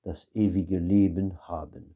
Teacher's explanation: ne pas oublier bien sûr de souffler le H de haben